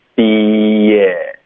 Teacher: be 跟 it 之间连读 maybe 最早这个很轻的 y 的音不用刻意的发这个 y